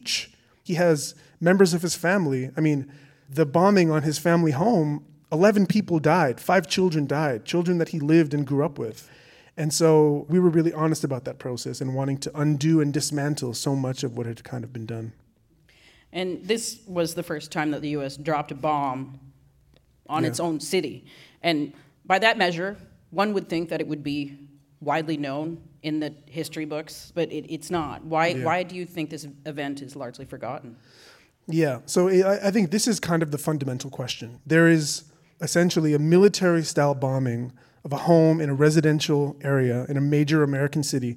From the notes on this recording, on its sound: On stage at Hot Docs. In this live discussion from the Hot Docs festival.